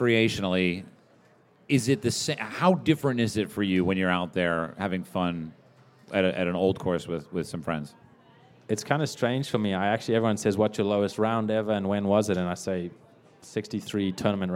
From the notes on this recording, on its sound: LIVE from the Chase Sapphire Cardmember Club.